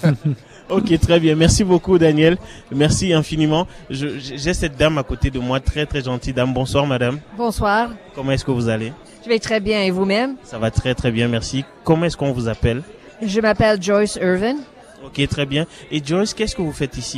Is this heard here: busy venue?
yes